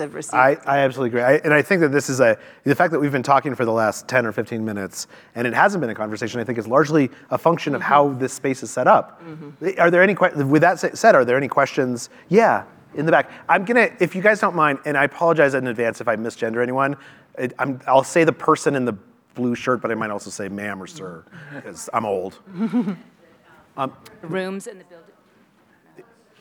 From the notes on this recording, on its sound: Moderates the conversation and takes questions from the audience.